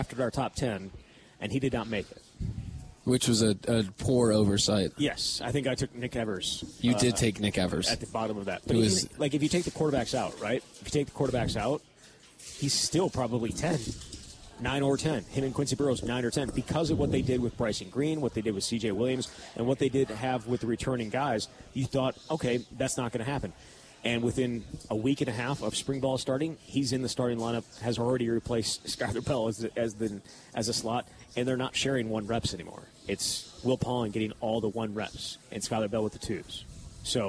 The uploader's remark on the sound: Live at Monk's in Sun Prairie.